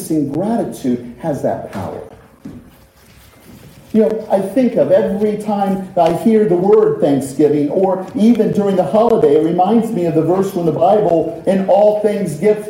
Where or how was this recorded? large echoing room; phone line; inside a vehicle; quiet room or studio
large echoing room